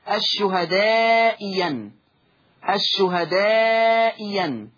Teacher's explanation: أبدلت الثانية ياء مفتوحة